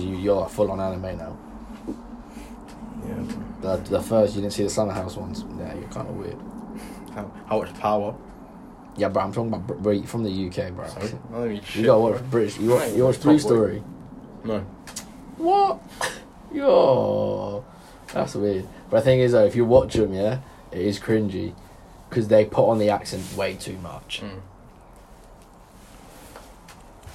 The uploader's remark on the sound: We've made this podcast with just our phones so appologize for the quality.